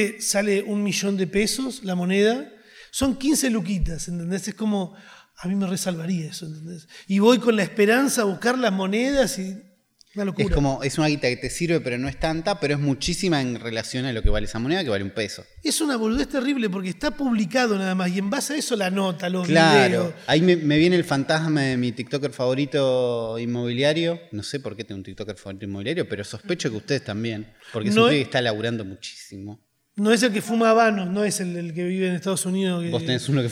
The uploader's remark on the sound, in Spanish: En vivo desde Rosario